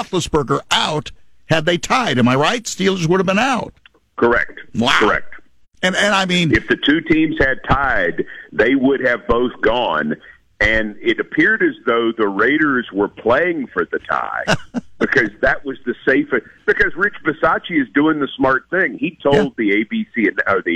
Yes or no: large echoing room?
no